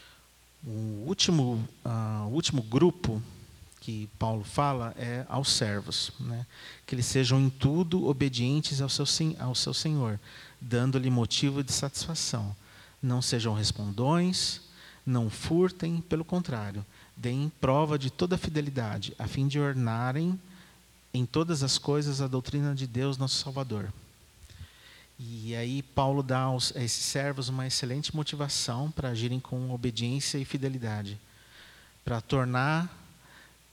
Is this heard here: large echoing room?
yes